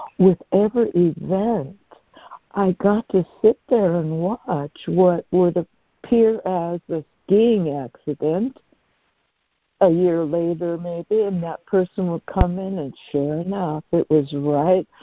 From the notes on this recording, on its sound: ACIM Daily Conference Call.